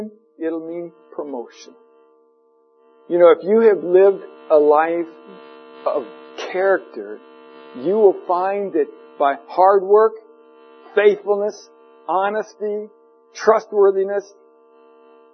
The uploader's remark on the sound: For an unknown reason, there is a hiss in the recording.